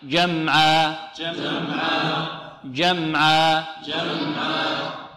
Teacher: والألف في آخرها لا نمدها أكثر من حركتين ولا ماذا؟ ولا نقف عليها بهمزة